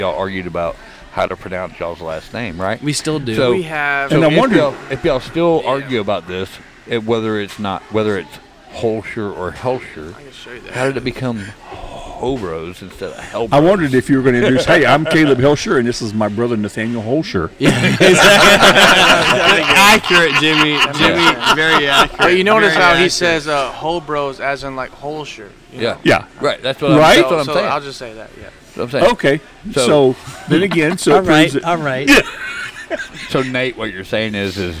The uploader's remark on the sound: Recorded at The Pacific Yard House in Downtown Conroe! Recorded at The Pacific Yard House in Downtown Conroe!